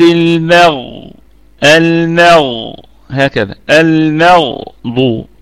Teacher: يبقى أنا عندي الغين في الدرجة الثانية والضاد في الدرجة الثالثة من درجات التفخيم